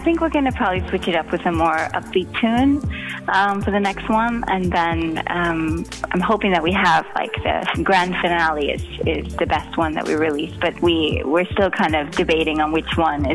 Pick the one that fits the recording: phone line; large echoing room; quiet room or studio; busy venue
phone line